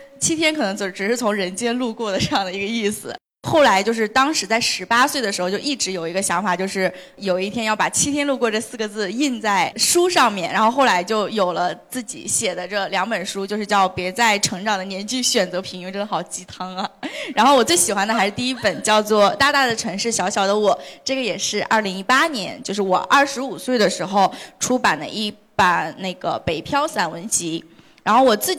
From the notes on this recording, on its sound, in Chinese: 杭州听友会特辑。